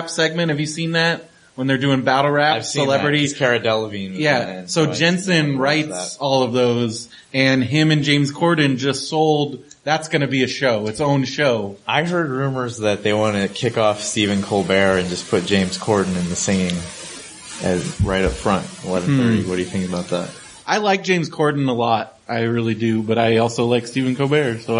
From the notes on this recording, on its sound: Live from Comic Con Palm Springs!